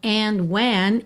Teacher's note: ele não marcou o D, ficou quase que pelo N mesmo, né? And when, ok?